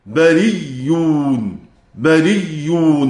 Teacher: يقف بالإبدال ثم الإدغام